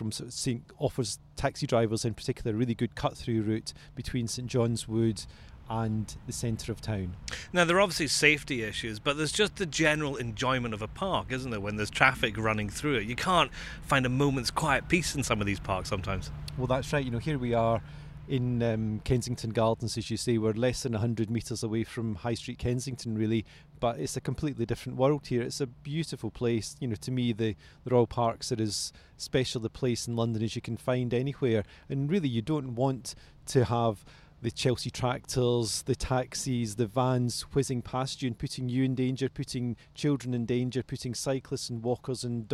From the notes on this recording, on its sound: The Leader podcast left the newsroom to take a walk with our City Hall editor